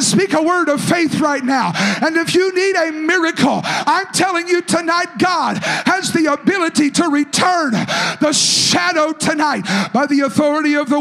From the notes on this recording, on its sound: a service recording from Connect Point UPC